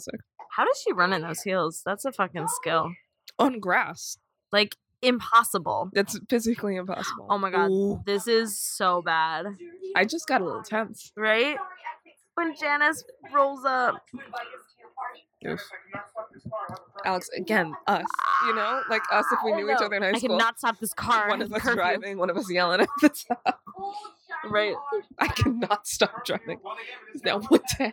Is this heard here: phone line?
no